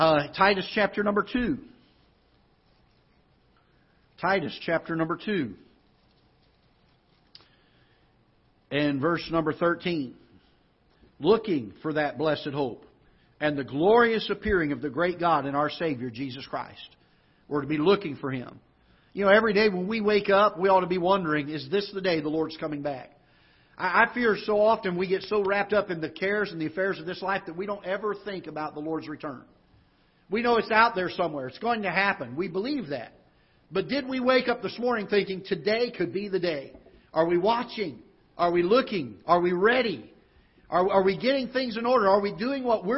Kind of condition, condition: setting, large echoing room